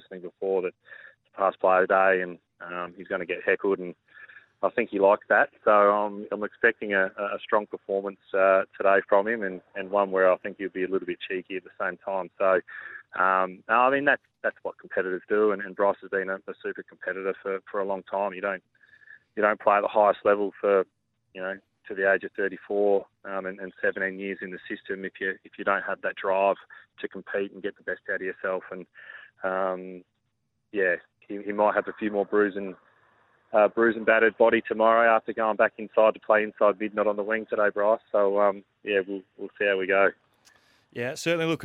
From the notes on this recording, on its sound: phoned